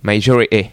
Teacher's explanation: And in English, they just drop the T. Majority. Depends on what kind of English person.